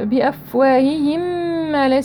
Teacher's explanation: إدغام الميم في الميم غنة كاملة أكمل ما تكون